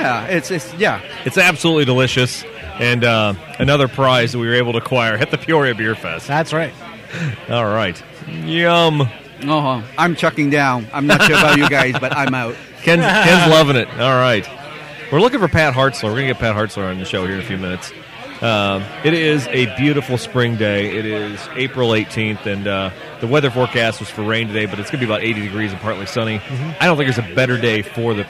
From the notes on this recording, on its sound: Clips from the festival VIP tent. Audio fail!